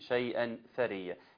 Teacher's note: حكم هنا إخفاء التنوين بعد عشان جاي بعد فاء